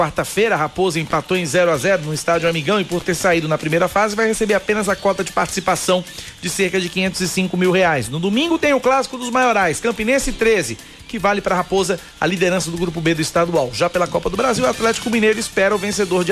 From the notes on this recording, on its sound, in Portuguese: conversaram por telefone